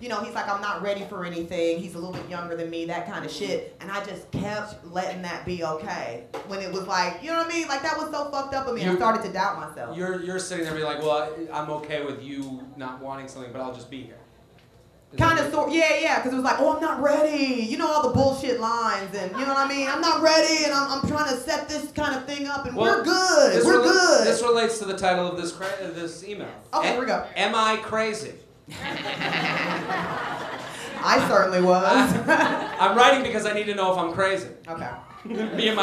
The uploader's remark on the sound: LIVE From The Laughing Skull In Atlanta